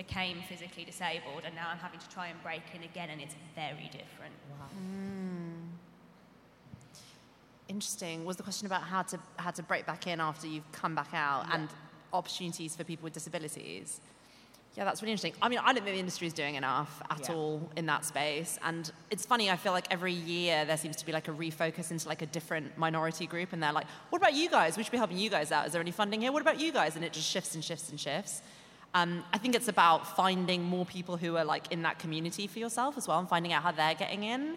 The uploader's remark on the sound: SPECIAL EDITION LIVE from The New Voice Awards Amplify. Special edition live recording of The Mainstream Podcast at the TV Foundations New Voice Awards Amplify event.